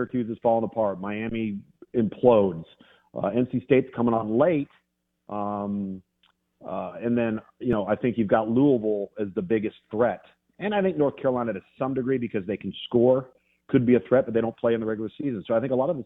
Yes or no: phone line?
yes